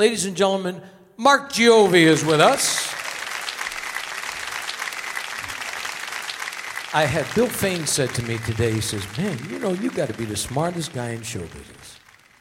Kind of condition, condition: setting, busy venue